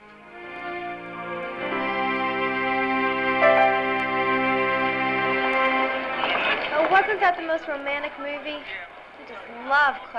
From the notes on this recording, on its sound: Performed before a live audience.